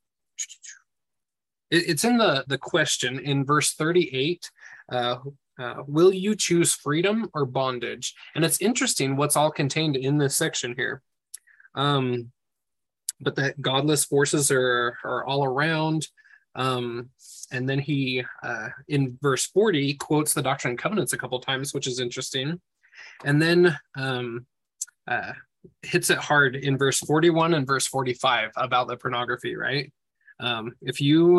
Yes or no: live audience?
no